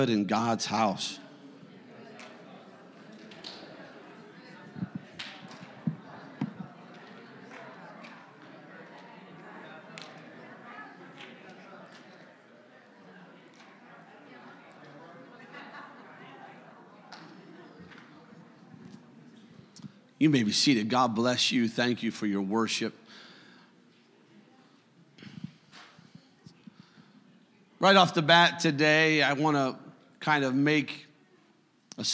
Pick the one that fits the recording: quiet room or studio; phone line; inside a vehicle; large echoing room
large echoing room